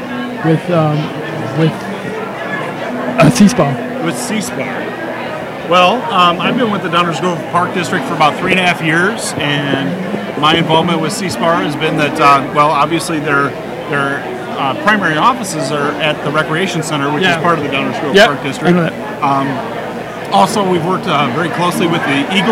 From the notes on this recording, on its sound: LIVE From 2016 Believe & Achieve Banquet. Podcasting live from the 2016 Believe & Achieve Banquet in celebration of SEASPAR's 40th anniversary. Tune-in to hear from participants, staff, and all those involved.